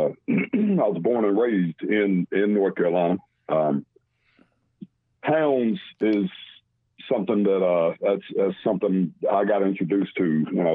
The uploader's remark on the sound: special call in guest